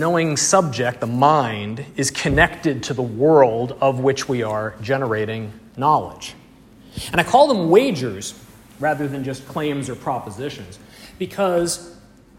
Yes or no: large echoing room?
yes